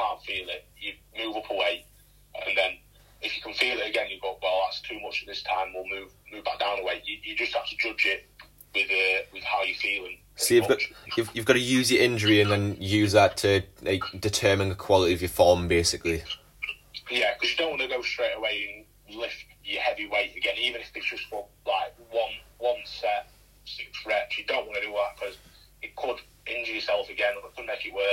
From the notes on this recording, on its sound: Via phone call.